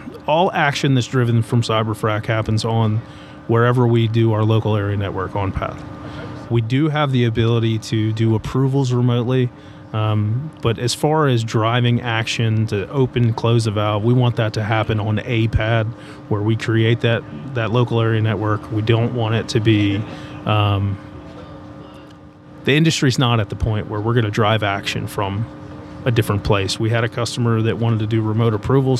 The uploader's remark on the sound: from the TechnipFMC booth set up at the 2023 SPE Hydraulic Fracturing Conference